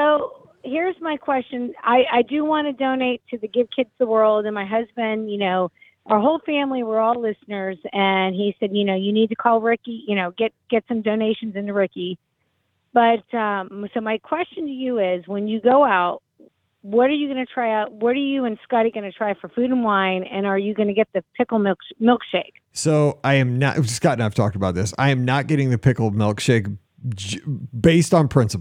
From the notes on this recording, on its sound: This is the Live Call-in Show